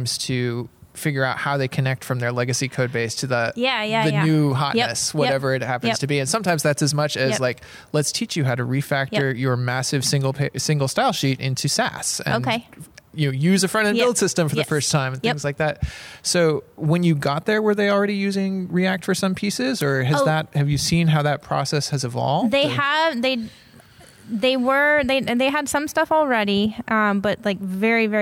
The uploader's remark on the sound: on location at Fluent/Velocity